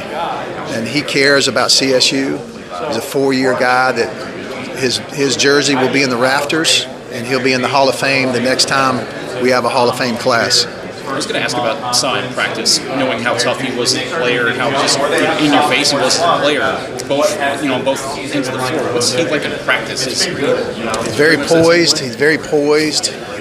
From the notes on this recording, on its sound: at 2019 Big South Media Day